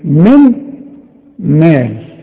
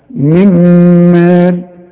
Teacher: هندغم بقى النون الساكنة دي في الميم